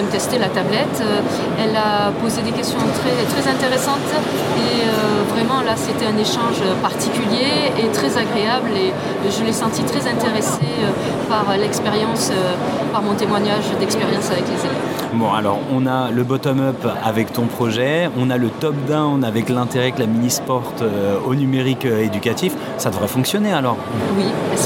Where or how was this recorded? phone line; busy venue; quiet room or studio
busy venue